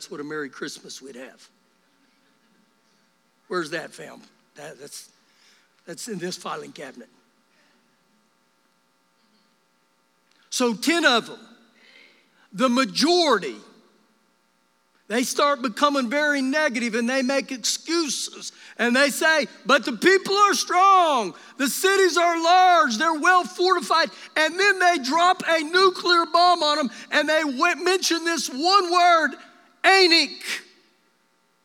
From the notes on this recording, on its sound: Recorded live during our Sunday morning service on 10-25-2021